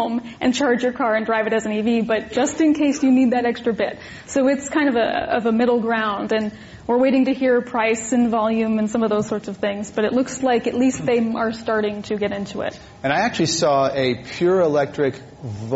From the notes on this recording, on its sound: This program was recorded in front of a live audience at The Commonwealth Club in San Francisco on April 23, 2012